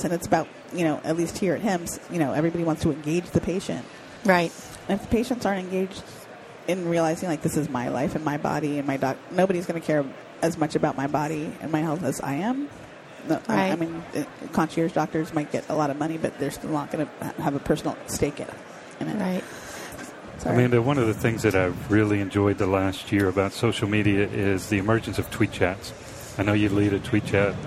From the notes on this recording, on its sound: The episodes were broadcast live in CTGHS’s booth at the The HIMSS15 Annual Conference and Exhibition. Live from the HIMSS15 Exhibition floor in Chica.